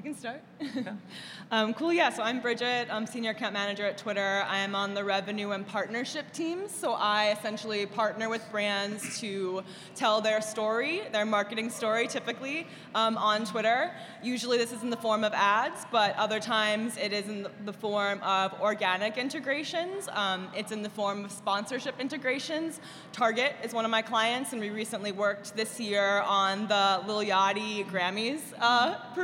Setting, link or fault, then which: setting, live audience